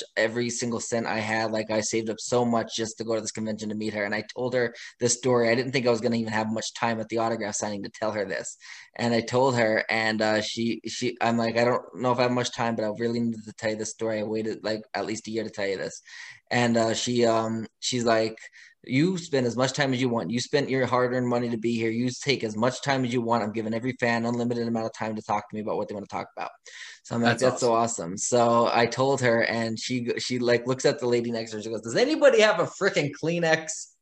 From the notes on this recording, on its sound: The cast, on a Zoom call